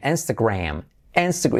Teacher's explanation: Letra clave R, Instagram. Y la, esa A casi como una E